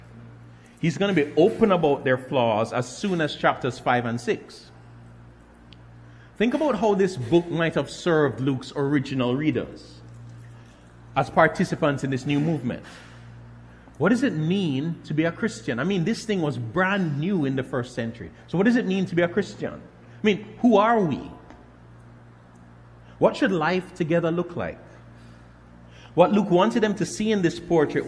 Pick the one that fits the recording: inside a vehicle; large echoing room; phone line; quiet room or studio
large echoing room